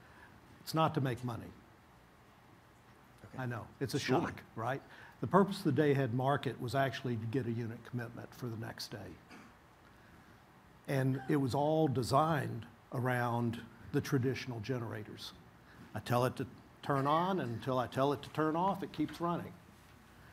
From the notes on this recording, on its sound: LIVE! From the main stage at The Energy Authority's 2023 Energy Symposium.